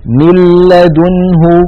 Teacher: لاحظوا من الميم إلى اللام مباشرة، وننطق لاما مشددة ولم يبق من الغنة شيء · Term: بغير غنة